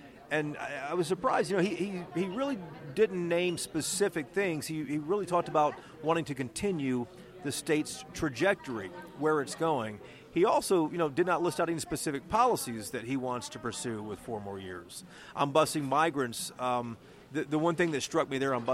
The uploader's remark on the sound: This is also the first Y’all-itics we’ve ever recorded in an airport bar.